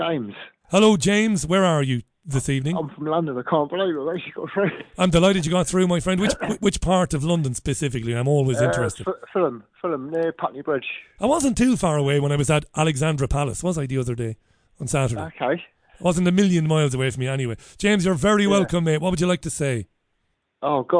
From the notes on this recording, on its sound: The Global Phone-In.